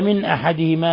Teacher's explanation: نون ساكنة جاء بعدها الهمزة، الحكم التجويد إظهار حلقي